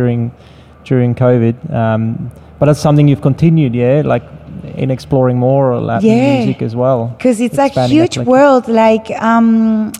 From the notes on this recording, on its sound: Live conversation in the gallery focused on DJ culture and vinyl record digging/collecting by Sydney-based Colombian-born DJs/selectors.